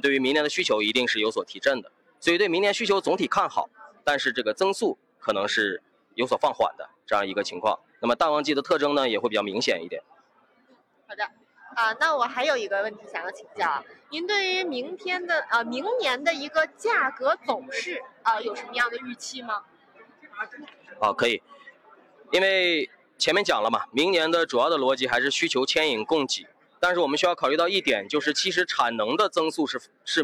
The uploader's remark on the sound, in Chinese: 今天是我的钢铁网的年会的同期会议专场，今天的会议现场宾客满满。下面来看看我们前线的记者发来的现场专场。